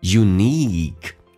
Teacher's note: 长元音，嘴角咧到极限，unique,独特的。We are born differently unique.